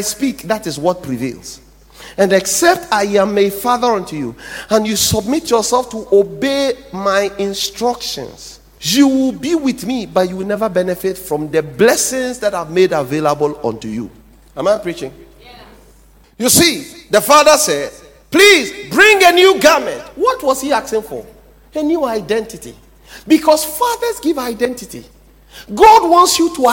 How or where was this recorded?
large echoing room